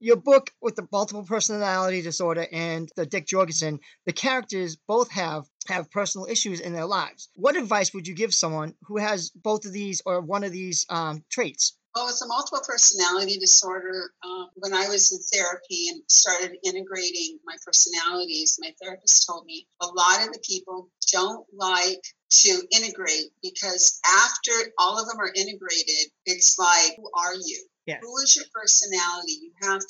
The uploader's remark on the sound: zoom interview